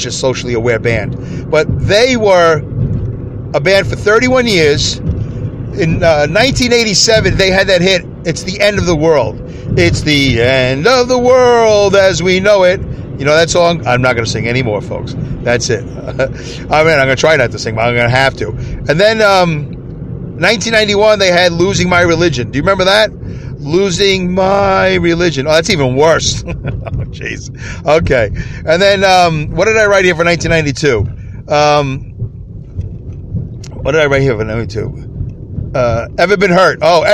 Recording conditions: inside a vehicle